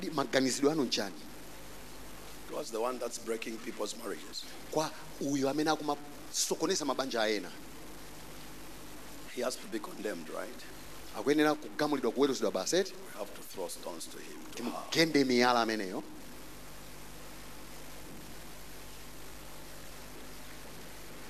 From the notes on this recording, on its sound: Preached at the Encounter Service at Word Alive Blantyre City Church on 12th March 2023.